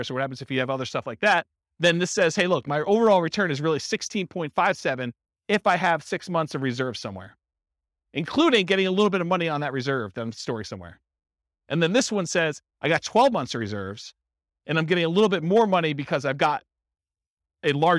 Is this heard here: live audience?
yes